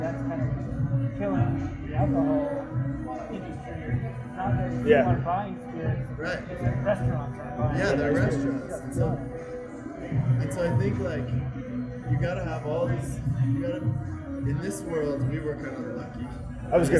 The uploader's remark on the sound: On Location at Denver Beer Company